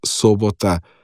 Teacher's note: dejansko je ta Sobota z oskim ojem izgovorjena · Term: oski O